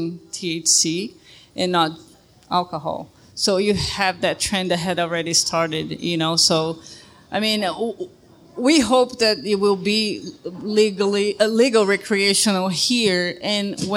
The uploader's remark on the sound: This episode was recorded live at WB's in Ogden, Utah.